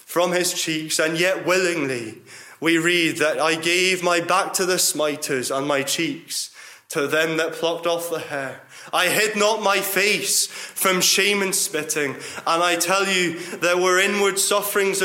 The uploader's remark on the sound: Gospel Audio from Ballyclare Gospel Hall